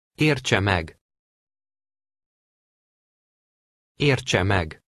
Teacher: In cases like this, the TS combination has the sound of the Hungarian ch, as in the English word change.